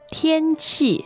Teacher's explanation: First tone, fourth tone.